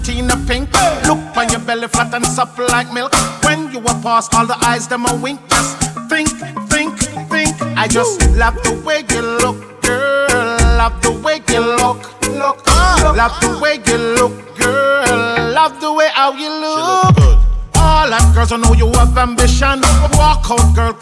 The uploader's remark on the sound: live from fayrooz 2019